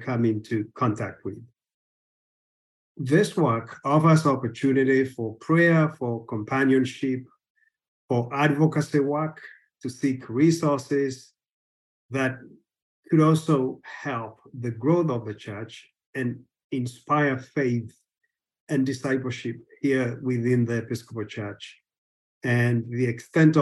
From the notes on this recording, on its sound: a recording of a recent webinar